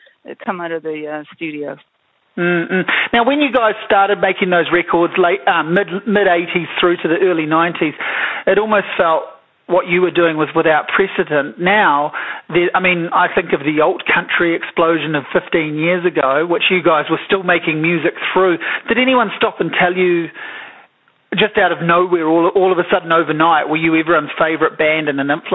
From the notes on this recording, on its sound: A phone conversation